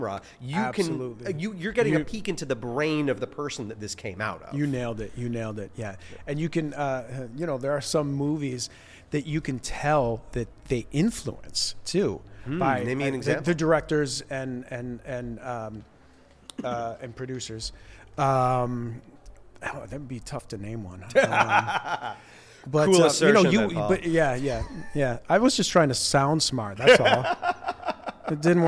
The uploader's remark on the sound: This episode of the Actorsphere Podcast was filmed LIVE FROM THE 2023 CASTING BUFFALO ACTOR EXPO.